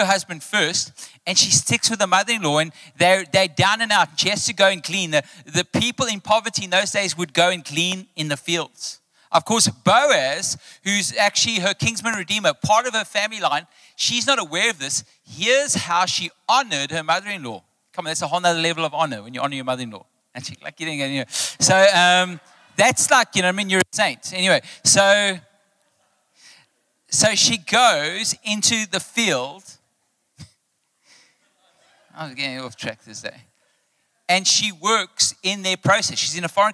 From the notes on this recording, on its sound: Recorded live on Sunday 14th May the 2023.